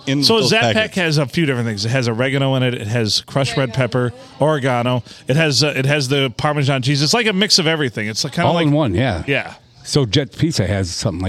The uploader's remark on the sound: We recorded this one at Bench Warmers in Sandusky